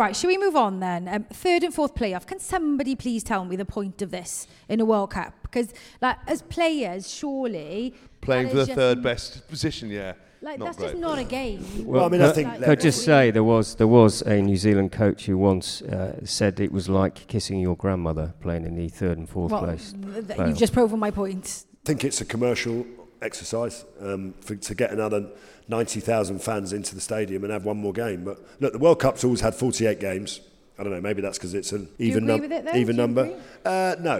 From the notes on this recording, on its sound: World Cup Final preview live. Recorded in front of a live audience at Samsung King’s Cross.